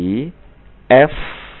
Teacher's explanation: F adalah bunyi labiodental. Labio artinya bibir, dental artinya gigi. Gigi Anda harus menyentuh bibir.